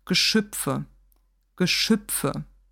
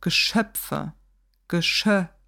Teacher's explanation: Du hattest es richtig mit dem kurzen Vokal, aber der Kurzvokal war ein wenig geschlossen. · Shown in: first take · Das heißt, es klingt für deutsche Ohren fast wie ein Ü, wie ein kurzes Ü.